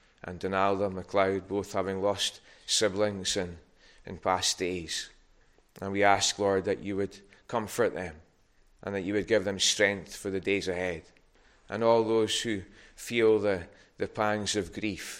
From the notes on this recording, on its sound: Recorded at North Harris Free Church on the morning of Sunday, 8th January 2023.